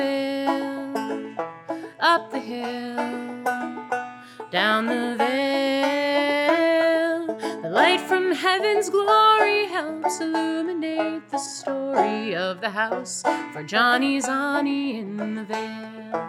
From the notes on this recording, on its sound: Each installment of Crash Radio features local musicians, writers, and storytellers presented as a live event in Asheboro, NC, which is then edited for broadcast on WKXR 94.9FM. This episode was recorded live at The Table in Downtown Asheboro.